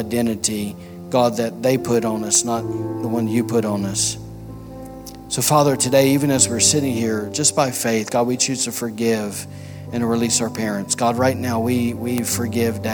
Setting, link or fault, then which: setting, large echoing room